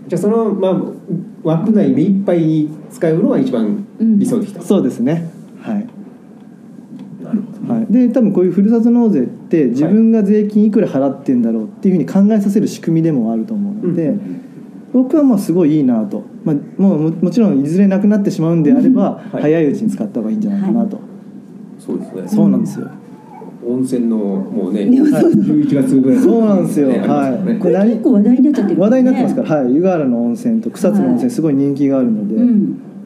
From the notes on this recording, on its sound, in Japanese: 出版記念トークイベント「税制優遇のおいしいいただき方」。2月25日に行われた出版記念トークイベント。